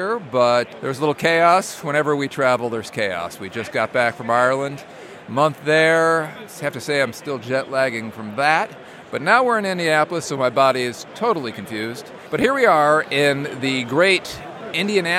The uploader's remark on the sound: Live coverage from the 2023 Dice Masters World Championship at Gencon.